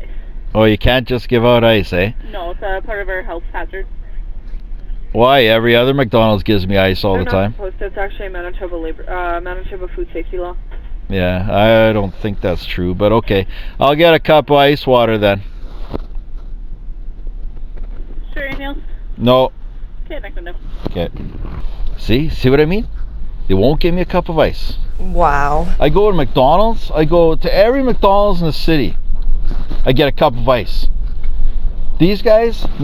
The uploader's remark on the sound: Today's episode was recorded completely in my vehicle while I was driving around doing errands. Take a ride with me while I grab a coffee, rant about stuff and pick my kids up at school and end the show at the mall with some singing.